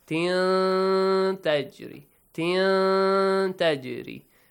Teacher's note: it matches the rule Ikhfa, which means you hide the sound of Tanween.